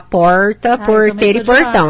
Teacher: esse R, que a gente chama de R retroflexo, ele é uma das características que se atribui ao dialeto caipira, ou seja, um modo de falar caipira, que mais ou menos ali é falado na região de São Paulo, mas aqui de Maringá também.